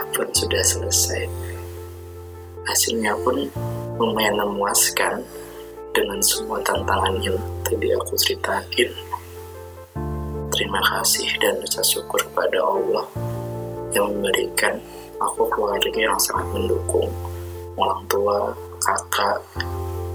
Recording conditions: poor sound quality